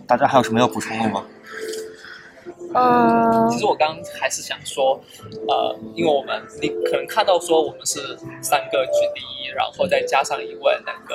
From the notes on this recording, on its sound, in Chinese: Google I/O Connect 现场特别篇。于上海参加 Google I/O Connect 大会及 Community Mixer 活动时。其特别之处在于主持人和嘉宾分别来自 4 个不同的城市。于 Google 在上海浦东预订的酒店大堂临时进行了节目录制。